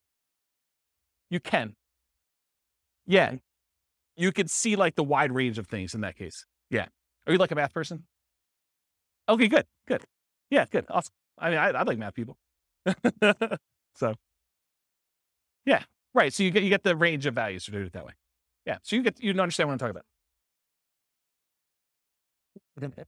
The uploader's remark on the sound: This was a live class recorded